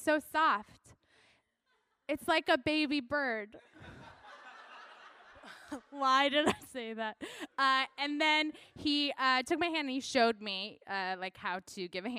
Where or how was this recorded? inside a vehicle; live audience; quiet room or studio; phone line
live audience